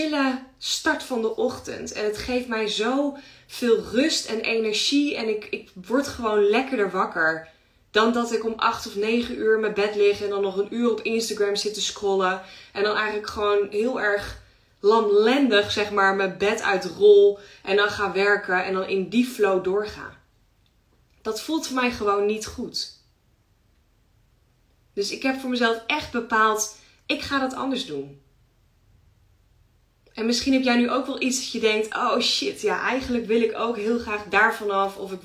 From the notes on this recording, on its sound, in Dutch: Insta live opname.